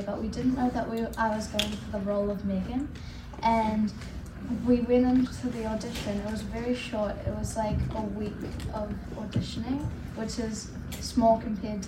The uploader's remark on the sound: an exclusive panel interview from our favorite horror convention Monster Mania